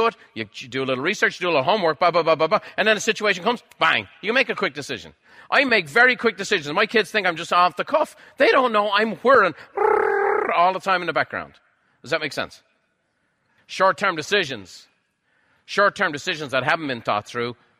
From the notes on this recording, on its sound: A live recording from a recent Buffini & Company event.